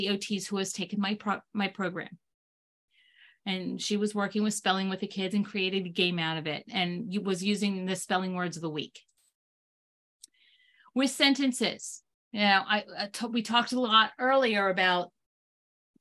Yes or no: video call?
yes